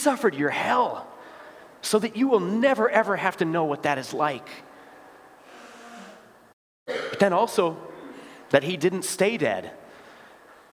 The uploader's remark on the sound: Bethany, Appleton, WI. Preached this sermon at Bethany's Confirmation Sunday worship.